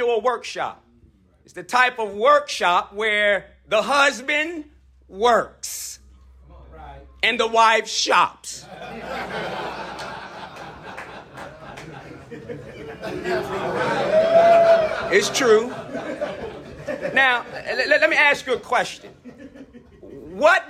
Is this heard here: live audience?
yes